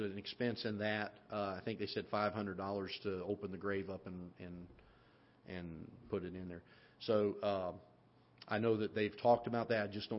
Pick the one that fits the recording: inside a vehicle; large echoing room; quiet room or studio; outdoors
large echoing room